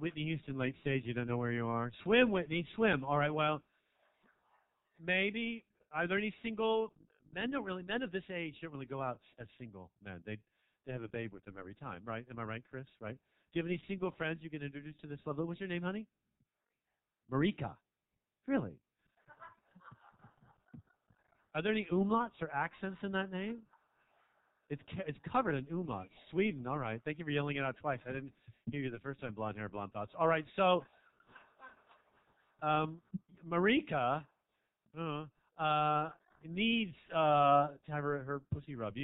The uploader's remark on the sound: Stand up comedy set recorded at 19 Broadway, an intimate (read: small) club in Fairfax, California on November 18 2016.